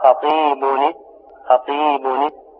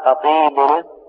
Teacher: تقول وقف خطيب السمع، خطيب وقف خطيب، هذا بالتنوين، خطيب السمع، خطيب نون ساكنة، السين هذه ساكنة، همزة الوصل تسقط في جذر الكلام التقى ساكنة. يجوز لك وجهان، أن تحرك النون الساكنة بالكسر أو بالضم. تقول وقف خطيب نس، خطيب نس، أو بالضم خطيب نس، يجوز الوجهان، إلا أن الأصح والأكثر الكسر.